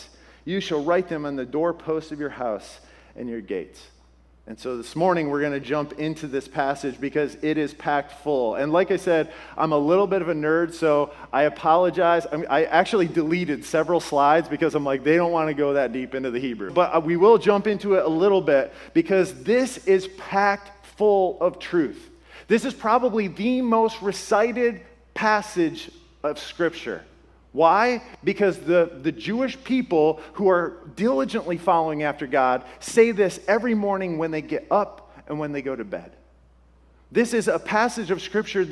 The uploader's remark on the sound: This podcast was originally shared at Restored Church. This podcast was originally shared at Restored Church in their Words to Live By sermon series.